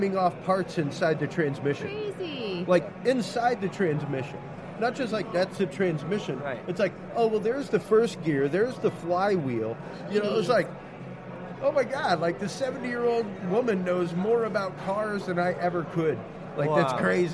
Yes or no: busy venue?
yes